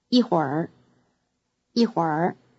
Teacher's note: Notice that the word 一会儿 is pronounced as if it ended with er instead of ir.